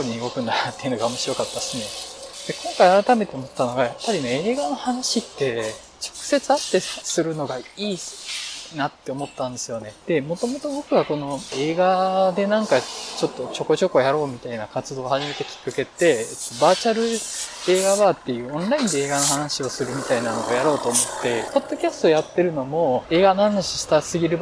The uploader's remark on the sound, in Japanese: 道を歩きながら収録しているのでノイズが多いです。